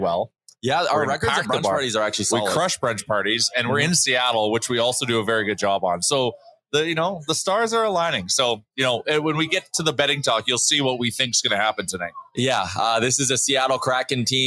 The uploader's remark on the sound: Live from The Nation Network 15th Birthday Party. Will be live from The Pint Downtown for the Nation Network 15th Birthday Party.